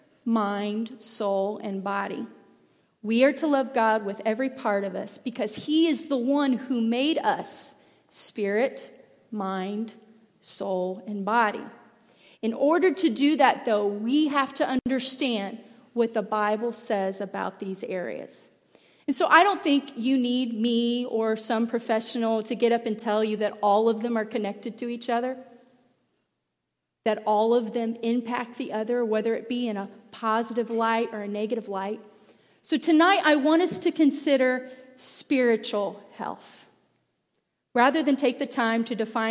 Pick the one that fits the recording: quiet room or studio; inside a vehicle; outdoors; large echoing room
large echoing room